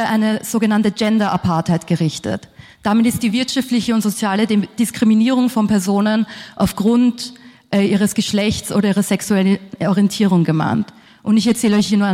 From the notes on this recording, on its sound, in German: Pölten bringt den Mitschnitt einer Veranstaltung der TangenteStadtprojekte vom 18. Im KulturheimNORD St.